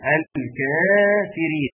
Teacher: اظهار اللام لانها لام قمريه